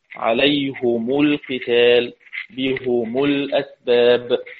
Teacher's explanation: قرأ حمزة والكسائي بضم الهاء والميم